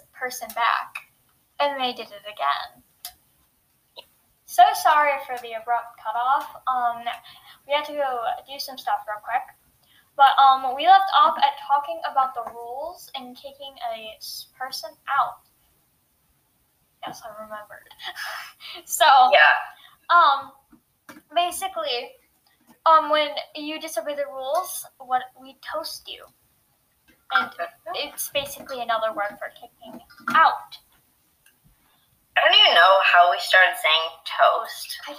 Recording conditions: poor sound quality